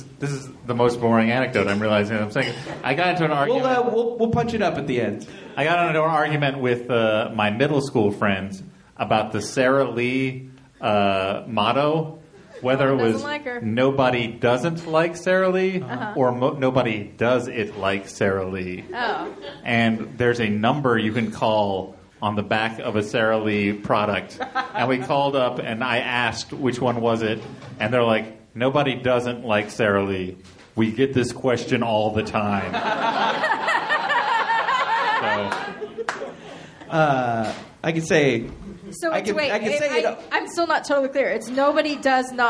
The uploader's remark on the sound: Recorded live from Very Very Fun Day in Chicago at Thalia Hall.